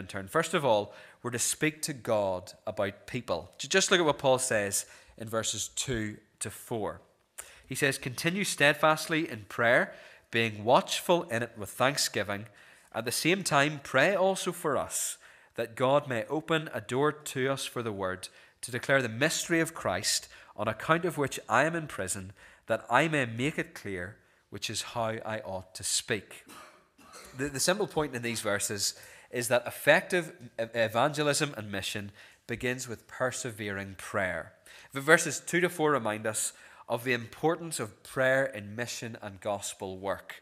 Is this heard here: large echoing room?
yes